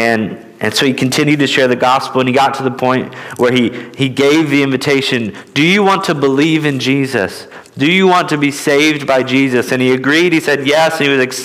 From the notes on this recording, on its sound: at Immanuel Baptist Church in Newton, KS